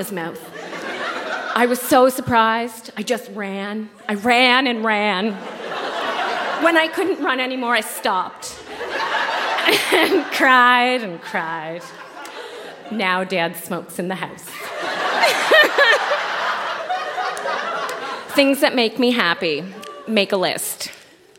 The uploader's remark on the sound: Recorded live at the Florence Simmons Performance Hall in Charlottetown.